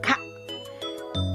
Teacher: ベロの奥に力を入れて軟口蓋が持ち上がることで発音できるカ